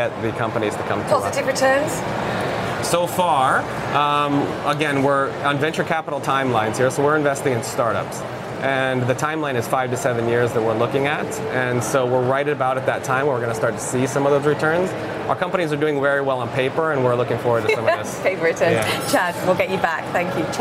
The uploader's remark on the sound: live from the New York Stock Exchange